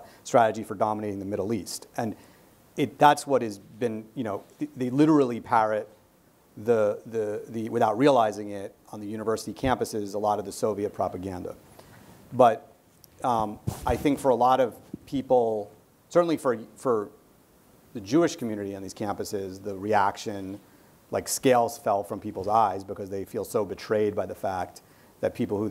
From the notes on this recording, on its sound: our in-person event